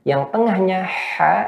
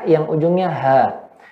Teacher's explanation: Bedanya yang pertama H gepeng yaitu H kecil disempitkan pada tempat keluarnya. Yang kedua H besar H.